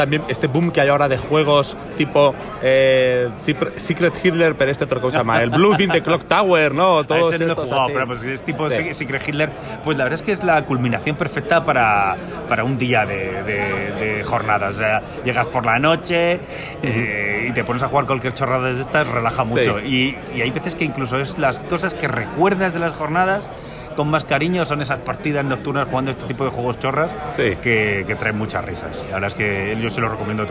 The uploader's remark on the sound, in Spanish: Y un poco de sonido ambiente de un Wargame curiosón